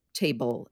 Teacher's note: There actually technically is not a vowel sound in a word like table in the second syllable